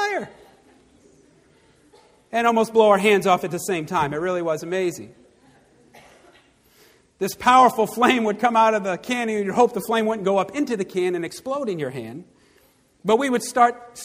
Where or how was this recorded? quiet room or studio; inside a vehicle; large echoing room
large echoing room